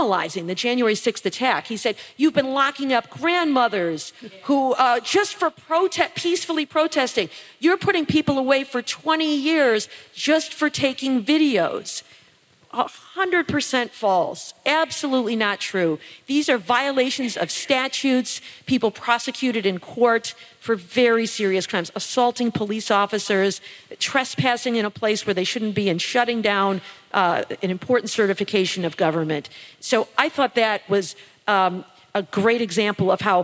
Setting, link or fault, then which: setting, live audience